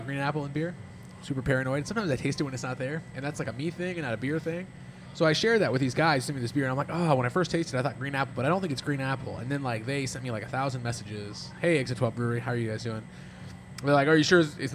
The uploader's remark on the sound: on location at Round Town Brewery